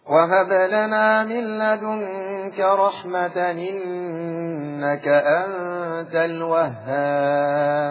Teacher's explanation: لو أنا وصلت رحمة نون التنوين ساكنة فيعمل فيها نقل